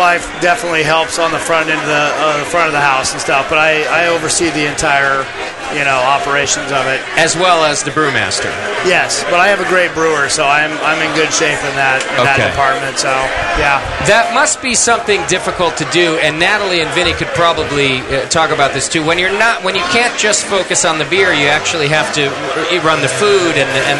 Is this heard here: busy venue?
yes